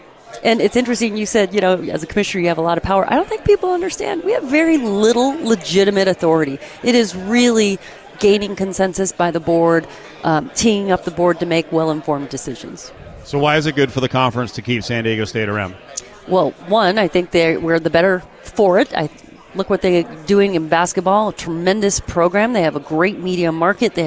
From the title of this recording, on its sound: LIVE AT CIRCA FOR MW MEDIA DAY